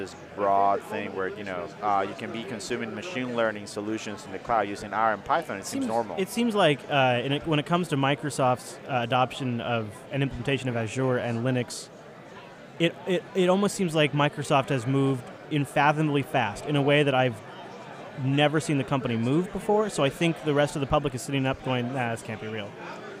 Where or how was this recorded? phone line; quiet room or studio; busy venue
busy venue